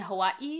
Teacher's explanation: It has the glottal stop right in it. It's got the apostrophe.